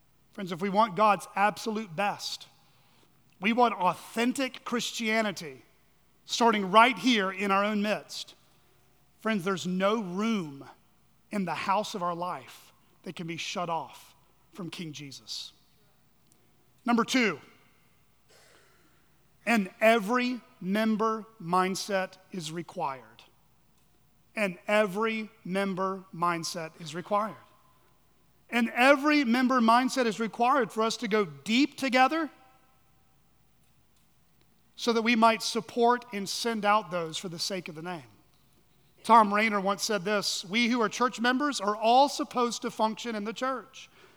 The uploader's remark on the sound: at Chaffee Crossing Baptist Church in Barling, AR.